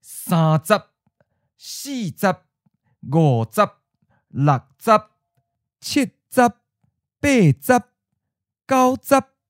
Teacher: for numbers, there are tone changes except for the final syllable